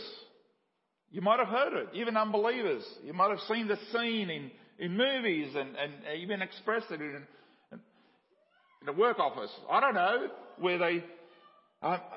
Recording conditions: large echoing room